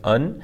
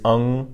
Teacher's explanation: Now, if we want to take pinyin en to the next level, so to speak, we can add a g at the end to make pinyin eng. So it sounds a lot like en, but you just have to nasalize at the end · Shown in: second take · So instead of being like un, it's ung, right?